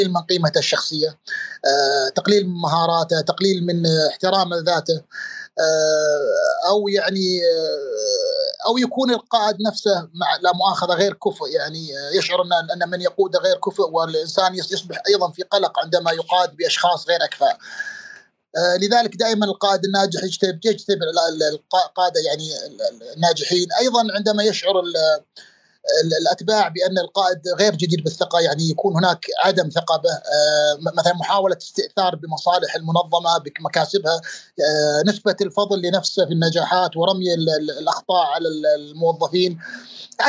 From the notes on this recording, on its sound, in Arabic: تسجيل لمساحة ابن رشد الأسبوعية على منصة تويتر